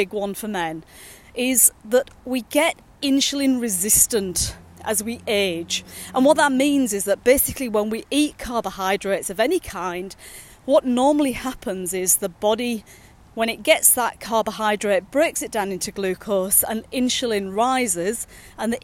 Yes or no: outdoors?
yes